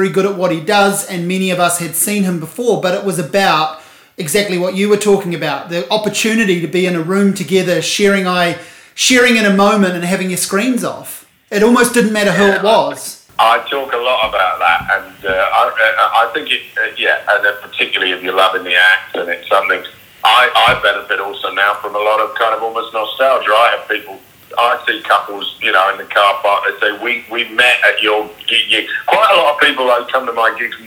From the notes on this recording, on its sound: A brief phone conversation